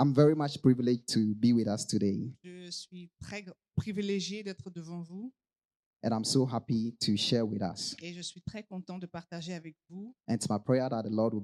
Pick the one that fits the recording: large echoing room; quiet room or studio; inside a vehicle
large echoing room